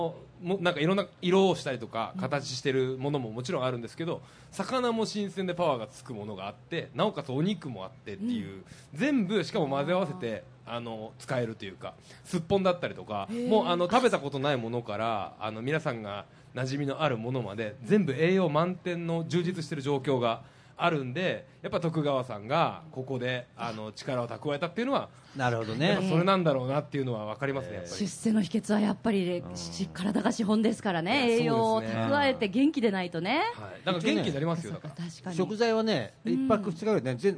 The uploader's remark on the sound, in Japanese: 静岡県浜松市での公開録音